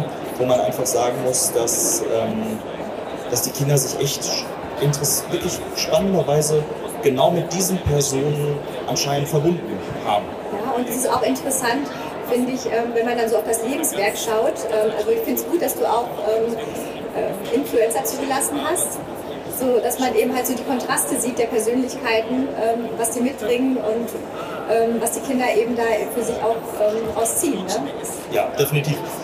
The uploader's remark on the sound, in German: Live von der Didacta. Live auf der Bildungmesse Didacta aufgenommen. Mit Zuhörer:innen, Messetrubel.